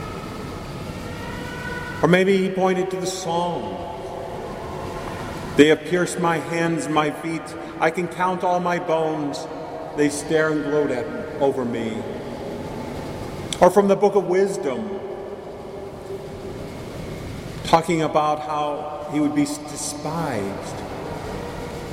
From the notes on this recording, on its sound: Mary of the Angels Church in Chicago, IL. Please note that this homily was recorded in the church during Mass.